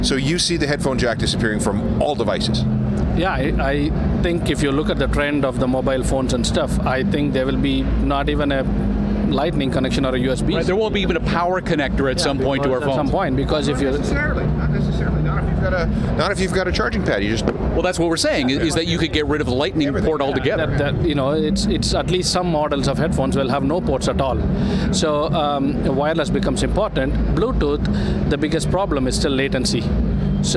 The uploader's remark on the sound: Live from CES 2020